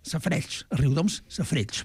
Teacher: Perquè a Riudoms fem unes es tancades com en occidental.